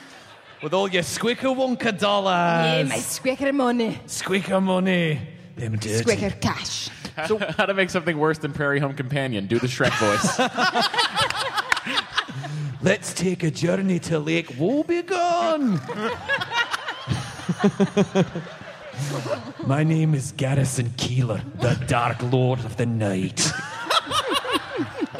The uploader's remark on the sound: Live at The Balboa Theater at SDCC 2014! They take quemments from the audience!